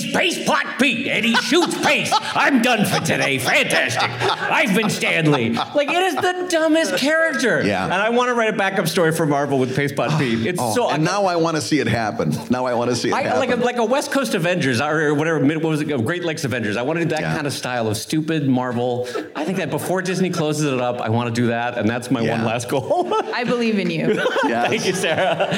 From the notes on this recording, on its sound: LIVE from the Reuben Awards. At the Farewell Brunch, closing out the National Cartoonist Society's Reuben Awards events.